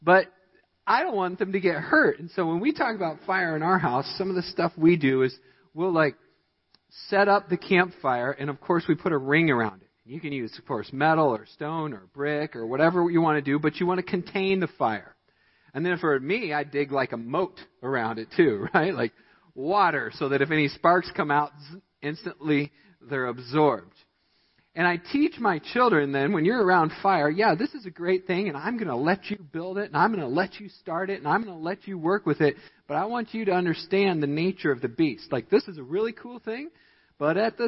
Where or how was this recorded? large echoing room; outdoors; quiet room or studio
large echoing room